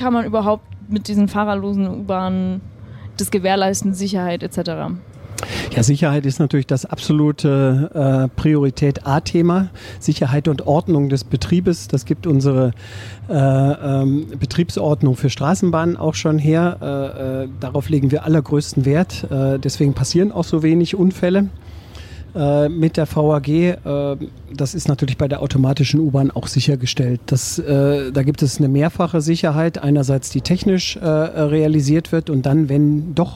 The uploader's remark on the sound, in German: Podcast aus der Straßenbahn